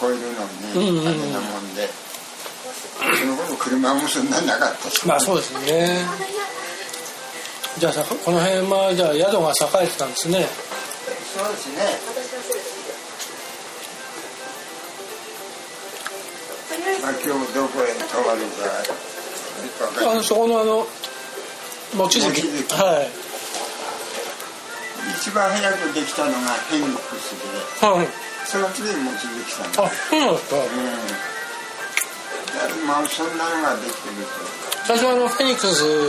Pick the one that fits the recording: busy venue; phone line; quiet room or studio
busy venue